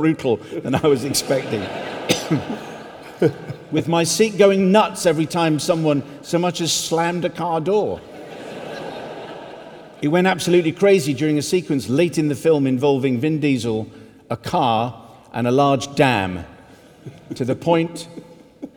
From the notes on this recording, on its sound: In this special live version of the show from Union Chapel in Islington